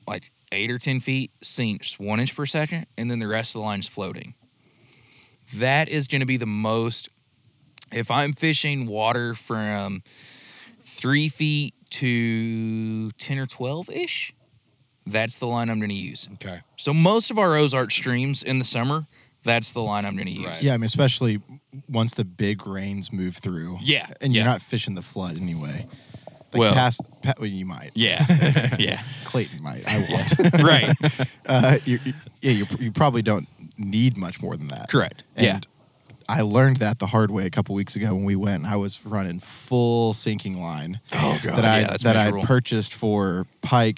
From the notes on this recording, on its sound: We hit the water and sat riverside